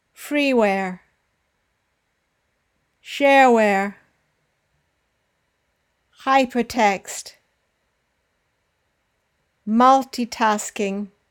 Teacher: Don't forget to put the stress on the first syllable